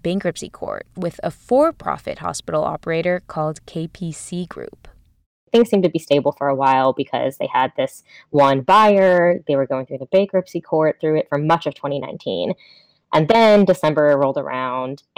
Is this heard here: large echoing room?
no